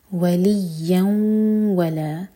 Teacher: یا پشدہ سٹرانگ اور فتح کی تنوین کے بعد واو تو ادغام غنہ کے ساتھ